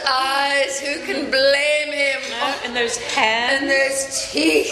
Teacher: some of the words, the syllables get drawn out, like the way you say eyes, blame, even teeth in this clip